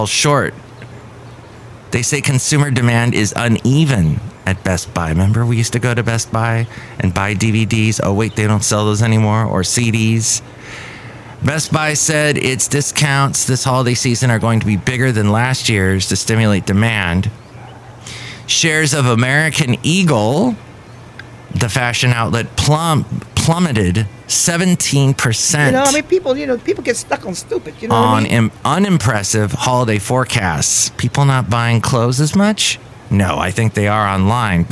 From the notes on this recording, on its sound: podcasts live from Café Anyway